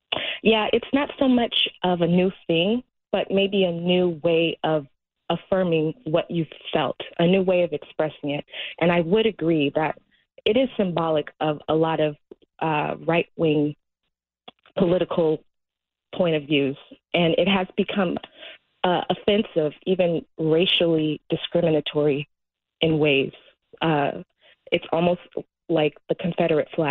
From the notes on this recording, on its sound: Callers call